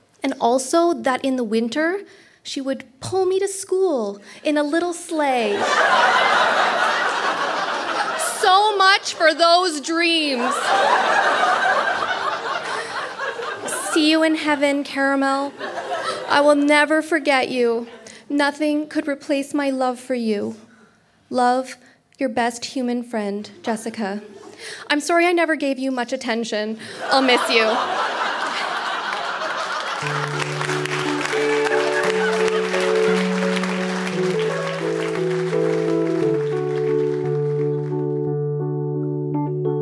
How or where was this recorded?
live audience